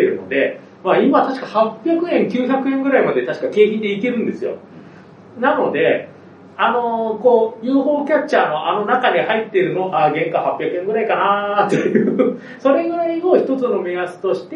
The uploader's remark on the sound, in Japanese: 秋葉原公開収録配信。秋葉原で行いました公開収録の様子を。音声が普段と違いますがご了承ください。